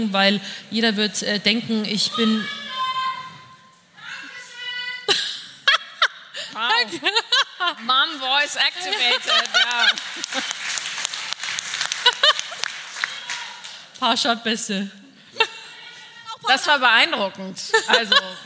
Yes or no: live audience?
yes